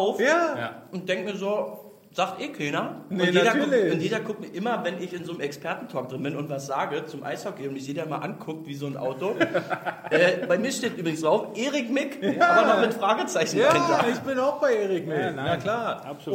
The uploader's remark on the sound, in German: Der Livepodcast